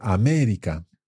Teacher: we are stressing the third last syllable or the antepenultimate syllable